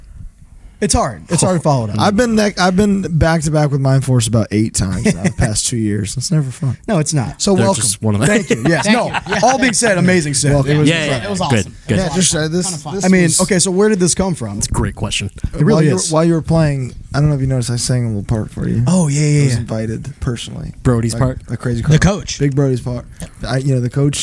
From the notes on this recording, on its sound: joined us live and in-person at FYA Fest 2023